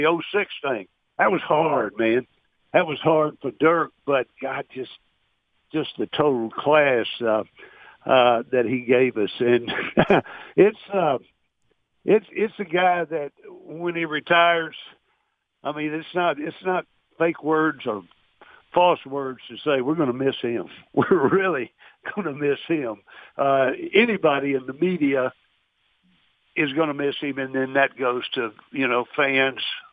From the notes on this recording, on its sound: called